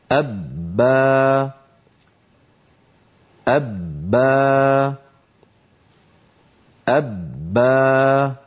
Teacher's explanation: بداية الباء شديدة مجهورة ينحبس خلف الشفتين الصوت والنفس فلا يجريان، ثم لما تنفتح الشفتان يخرج الصوت والوتران يهتزان ولا يخرج نفس، ولا وإلا كانت أبا بعدين تصير أبا لو كانت مهموسة وليس النطق الصحيح كذلك. · Term: باء مشددة